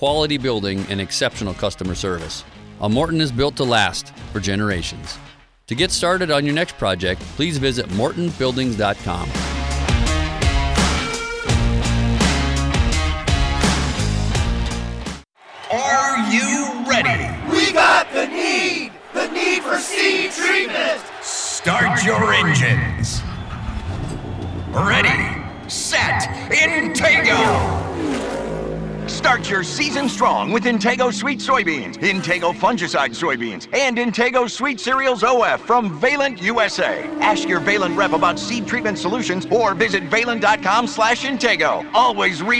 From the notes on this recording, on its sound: Live from the Ag PhD Soils Clinic